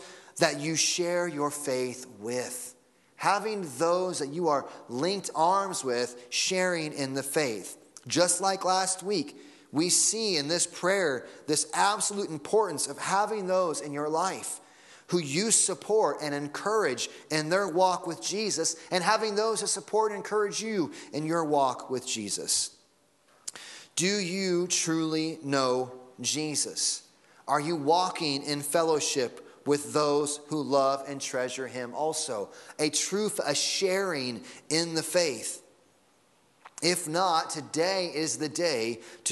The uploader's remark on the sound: Sunday Morning Sermon Audio